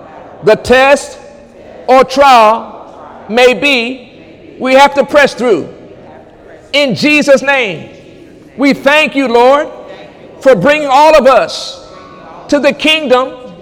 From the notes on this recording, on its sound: During Sunday morning service on May 6, 2018